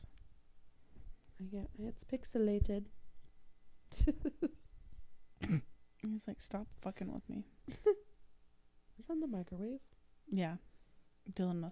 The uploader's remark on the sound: Don't mind our obnoxious amount of mic adjustments we've got mic stands now!